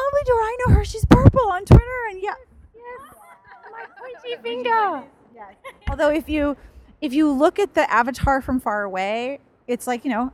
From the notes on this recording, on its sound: Session at the Melbourne Writers Festival. Hanging out in the festival area with a few readers and a book seller.